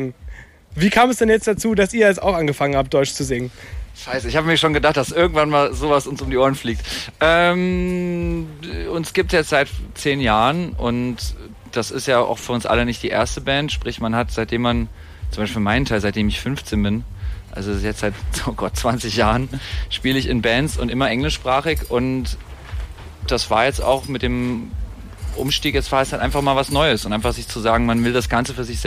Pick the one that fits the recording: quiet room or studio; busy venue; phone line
busy venue